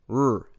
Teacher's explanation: alveolar, as in the standard American